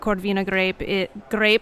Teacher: I'm using the Italian rolled R when I'm speaking English